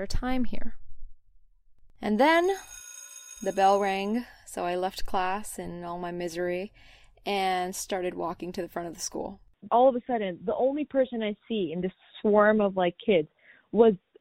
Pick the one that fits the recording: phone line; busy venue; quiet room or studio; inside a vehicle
phone line